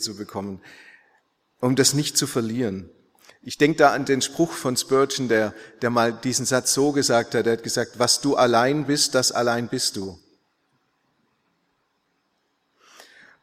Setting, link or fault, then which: setting, large echoing room